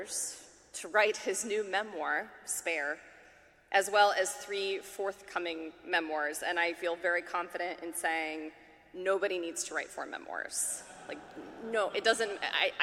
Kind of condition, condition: setting, live audience